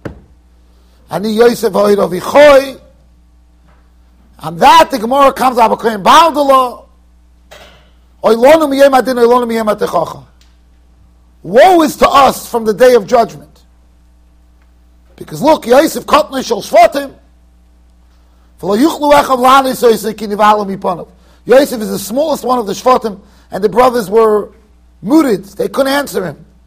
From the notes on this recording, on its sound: Shiur recorded in Yeshivas Ohr Reuven, Monsey NY.